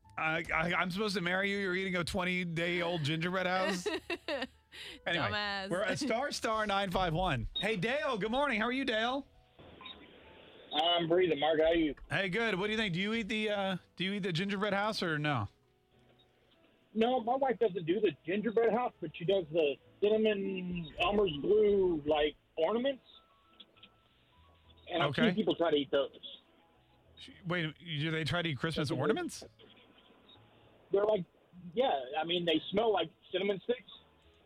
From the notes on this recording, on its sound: A listener called into the show